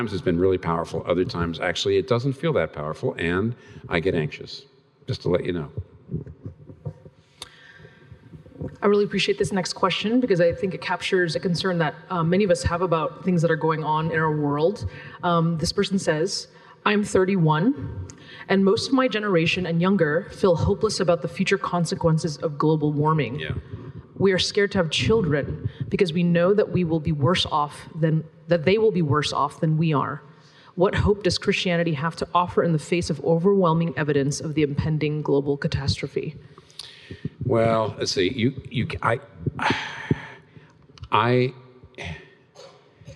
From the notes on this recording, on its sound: This Q&A session was recorded before a live audience on April 18, 2019 in New York City.